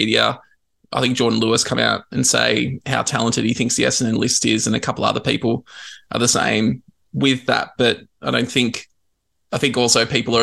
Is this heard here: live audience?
no